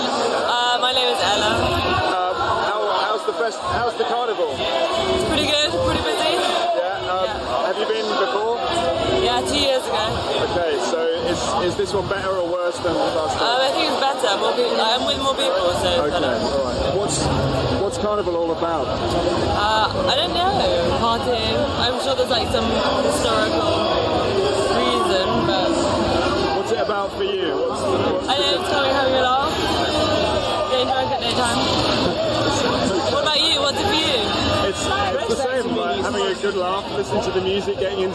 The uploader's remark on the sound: the audio track from a video I did in 2009 at the Notting Hill Carnival